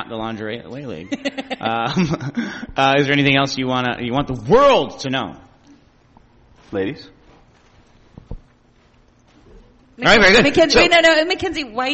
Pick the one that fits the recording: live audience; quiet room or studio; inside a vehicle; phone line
live audience